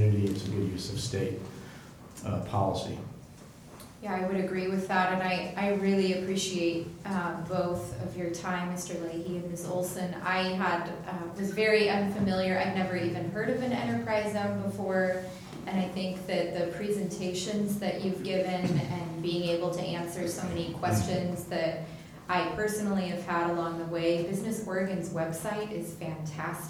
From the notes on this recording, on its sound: Live recording of the Astoria City Council Meeting.